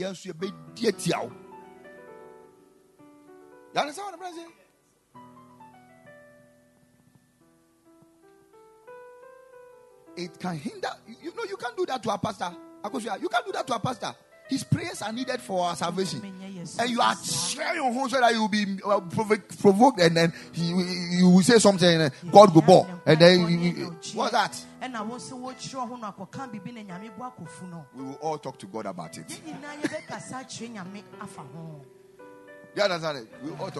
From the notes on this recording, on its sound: Preached at the Kingdom Sight Service